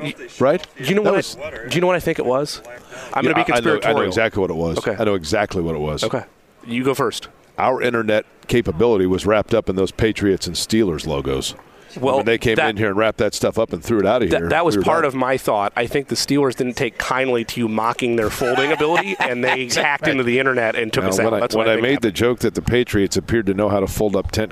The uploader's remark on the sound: from Radio Row at the NFL Combine